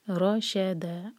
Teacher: امرینا روشدہ، رو heavy شین light ایک ایک حرکہ